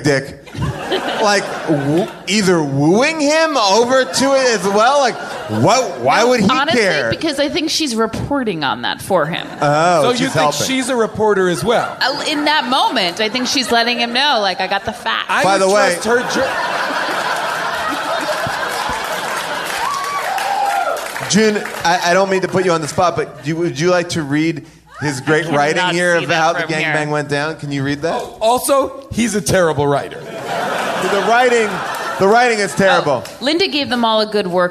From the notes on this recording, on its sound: Perfect: LIVE! LIVE from Largo in Los Angeles.